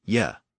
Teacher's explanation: that common -ge prefix was pronounced as -ye.